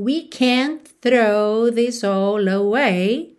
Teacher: Esse can't também, frequentemente a gente não ouve esse T do can't